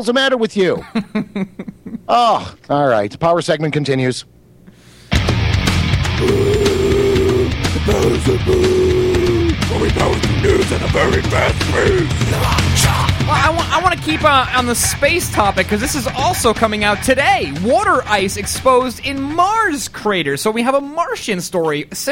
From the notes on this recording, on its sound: Live coverage from the G-20 conferences in Pittsburg